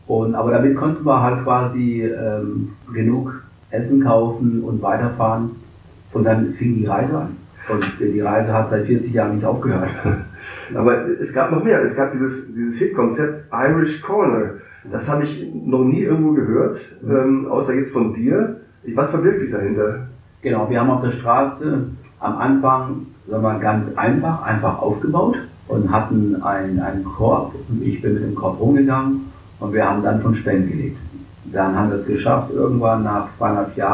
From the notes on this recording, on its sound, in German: Das folgende Gespräch war eine unserer ersten Aufnahmen und leider ist die Tonqualität alles andere als perfekt.